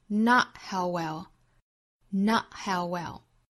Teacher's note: Not 尾部的 t 略掉在 not 尾部的 t 的这个位置顿掉然后去憋这么一下